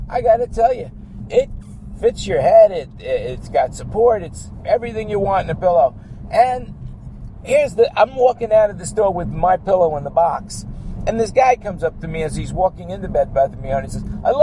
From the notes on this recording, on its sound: while driving in my car from where I am to where I am going